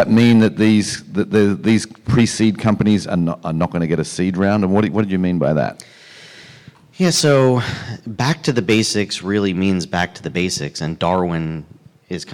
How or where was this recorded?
busy venue